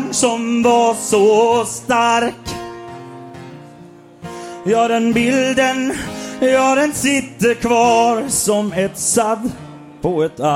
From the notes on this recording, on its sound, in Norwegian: Jegerpodden LIVE Steinkjer. Her kommer Jegerpodden Live fra Steinkjer.